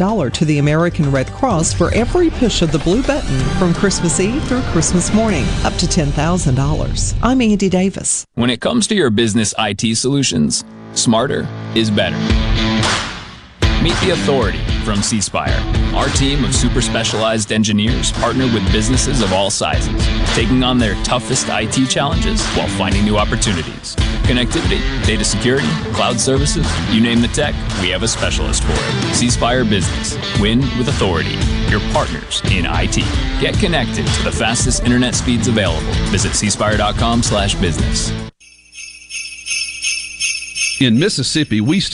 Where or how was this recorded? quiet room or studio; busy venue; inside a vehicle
busy venue